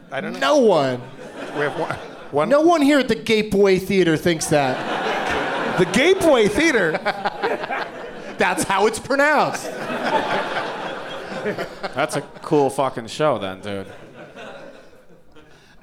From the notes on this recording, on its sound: Live from San Francisco Sketchfest